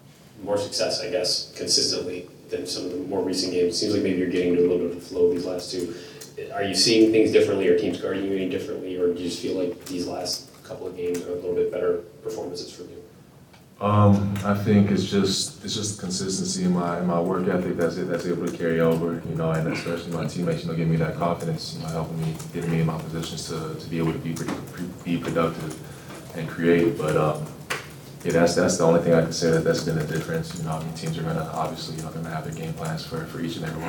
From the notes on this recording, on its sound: Throughout the year, Land-Grant Holy Land will be bringing you uncut audio primarily from Ohio State press conferences, but also from individual interview sessions.